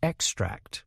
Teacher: But when using it as a noun, the first part is emphasized